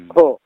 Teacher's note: अब ये महाप्राण हो गया क्योंकि इसमें ध्वनि अधिक निकल रही है